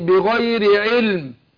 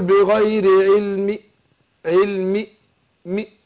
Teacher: الوجه اللي بالروم هاتي ببعض حركة الكسر · Shown in: second take